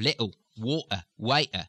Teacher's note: The medial T. In many very harsh Cockney sounds, you're going to have little, water, waiter, a glottal stop